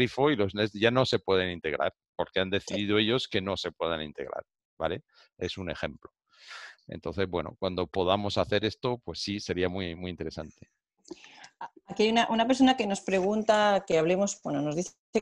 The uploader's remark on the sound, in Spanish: Audio del webinar. Audio del webinar sobre el controlador domótico eedomus.